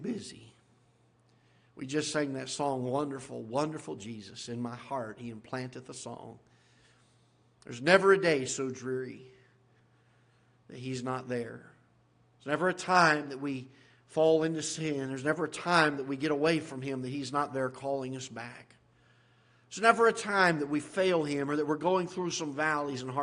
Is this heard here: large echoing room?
yes